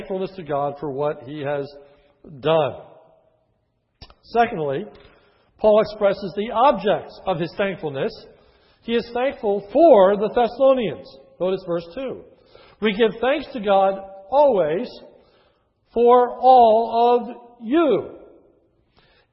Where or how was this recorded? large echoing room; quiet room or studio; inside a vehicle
large echoing room